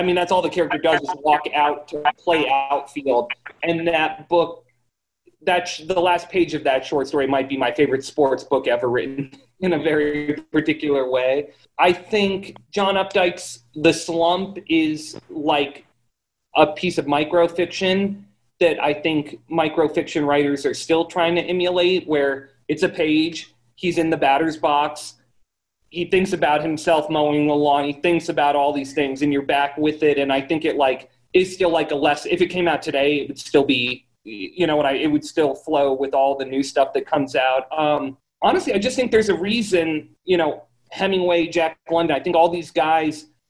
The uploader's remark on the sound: via Zoom